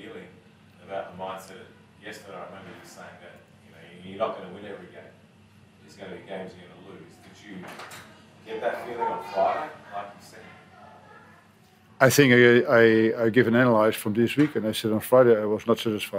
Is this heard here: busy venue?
yes